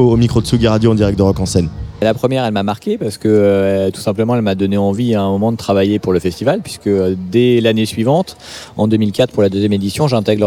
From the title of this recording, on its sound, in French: En direct de Rock en Seine